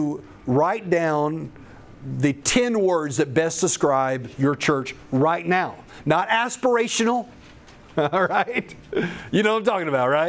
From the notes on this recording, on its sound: The following audio comes from the National Disciple Making Forum by Discipleship.org . An organization called discipleFIRST hosted a track called "Developing a Disciple Making Culture."